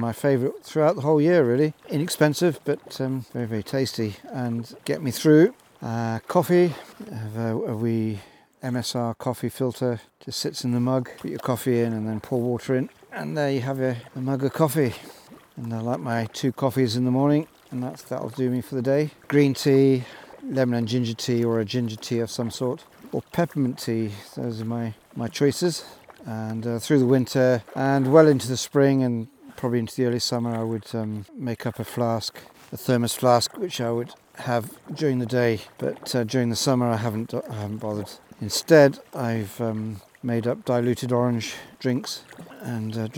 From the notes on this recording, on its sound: This episode was recorded live in my kayak on my penultimate day of my year long solo sea kayaking adventure around Scotland.